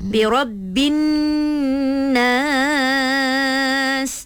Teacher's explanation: Dan satu lagi bila kita perhatikan bila hukum-hukum ni kan, bila alif lam Syamsiah ni mesti akan ada dengung dekat situ sikit